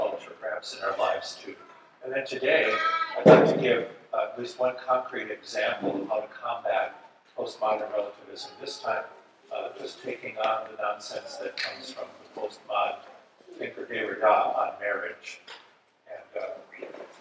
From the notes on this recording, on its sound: This episode is a recording of Plenary Session IV from Wittenberg Academy's Family Retreat.